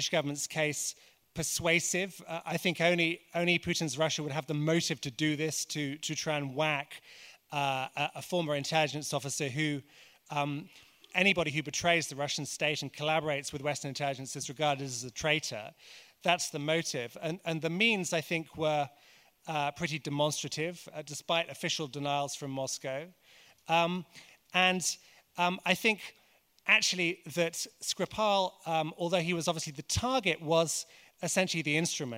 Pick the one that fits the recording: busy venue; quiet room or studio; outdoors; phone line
busy venue